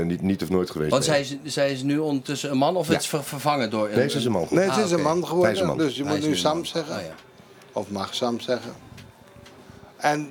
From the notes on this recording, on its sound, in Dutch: De laatste aflevering van dit seizoen vanuit de Kleinste Kroeg tijdens De Vrienden van Amstel LIVE.